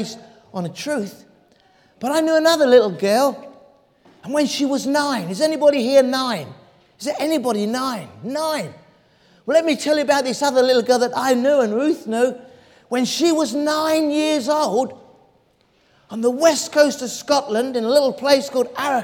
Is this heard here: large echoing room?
yes